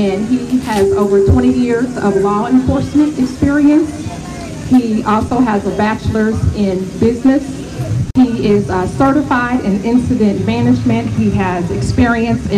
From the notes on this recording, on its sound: 2nd Annual Knowledge Cypher Lecture Series held at the 11th Annual African American Cultural Festival